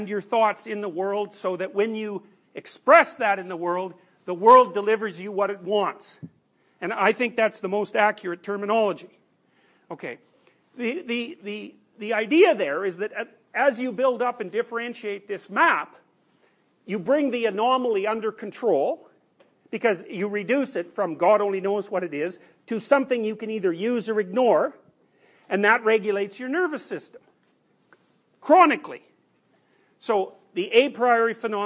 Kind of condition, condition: setting, large echoing room